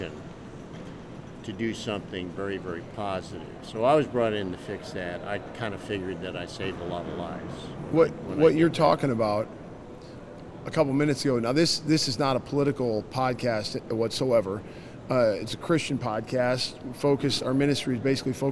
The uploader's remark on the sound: LIVE from CPE 2022!